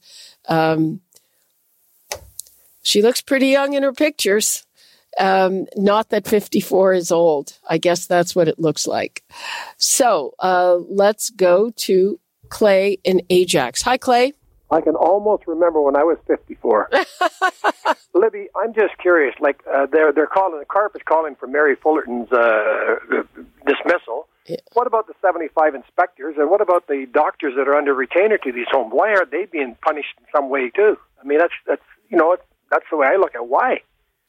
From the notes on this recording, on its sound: Listeners call in with their opinions on the biggest stories of the week. Zoomer Radio.